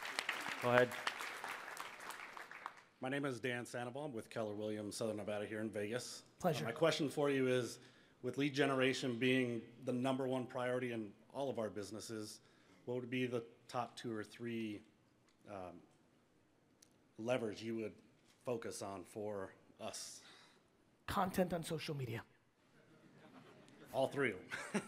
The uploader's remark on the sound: Today's episode is the Q&A segment from the Forward Event I attended in Las Vegas!